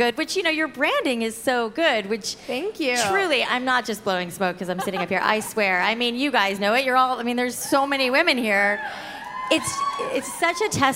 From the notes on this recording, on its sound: Live at Create & Cultivate Chicago. From front stage.